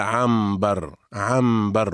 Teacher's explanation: إذن المراد بالقلب هو إبدال حرف بآخر، وهذا في أحكام النون الساكنة والتنوين إن أتى بعدها حرف الباء. فالإنسان بفطرته يقلب النون الساكنة إذا أتى بعدها باء إلى ميم، فلو سألت شخصا عن نوع العطر الذي يستعمله مثلا يقول لك هذا عنبر، عنبر، ولا يقول عنبر.